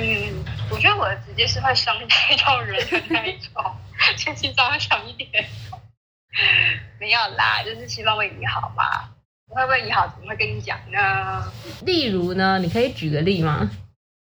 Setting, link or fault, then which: fault, poor sound quality